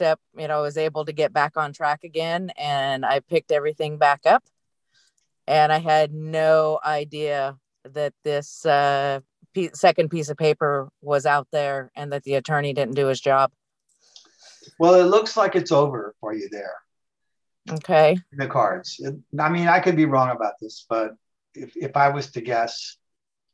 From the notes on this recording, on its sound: The shows are now all hosted on Zoom.